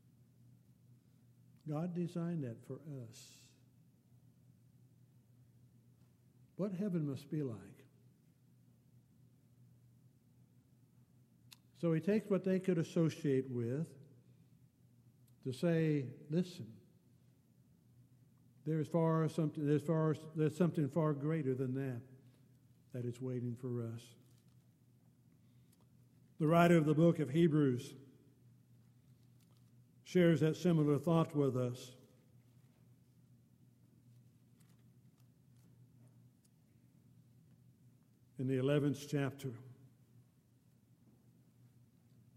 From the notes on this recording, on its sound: Downtown Church Of Christ Audio Sermon.